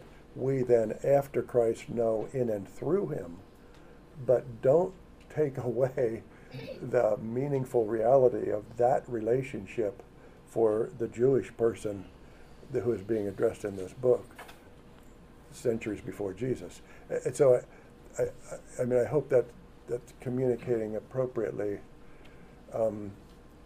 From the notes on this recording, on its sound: audio of a lecture delivered on Tuesday, April 12th